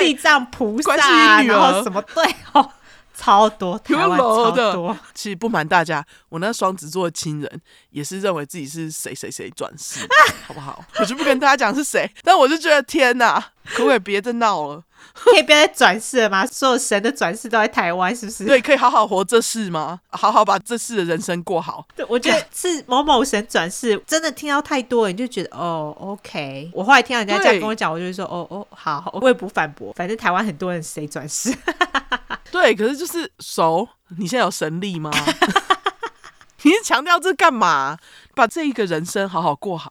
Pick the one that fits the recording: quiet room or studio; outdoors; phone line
quiet room or studio